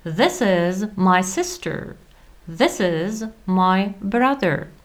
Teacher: Jsou tam tři zvuky. Nejdřív je překouslý z, pak je český s a český z. Takže this is, z, pak je normální s, this, a pak je z, is.